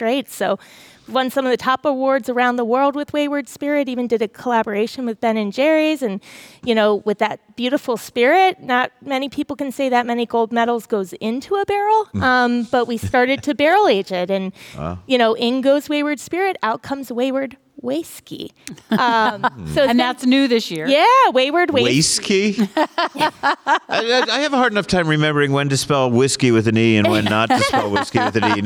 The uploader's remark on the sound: Recorded this episode at the Fancy Foods Show, and talked to a few of the people hoping to find buyers for their products.